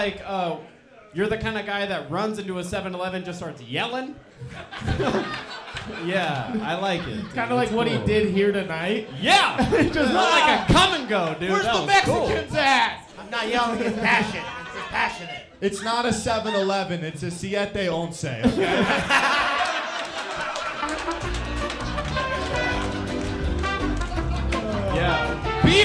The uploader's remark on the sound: Recorded live by Slaughterhouse Studios. This Denver based competition. Recorded live on 3.10.23 at Wide Right.